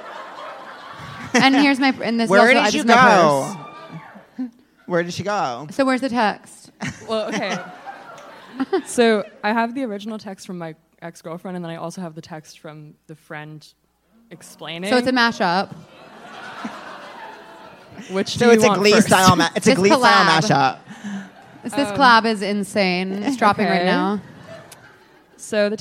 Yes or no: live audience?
yes